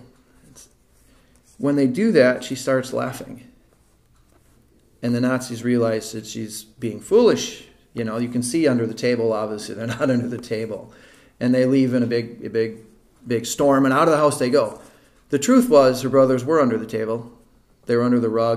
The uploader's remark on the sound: This is the recording of the Sunday School class taught by our elders.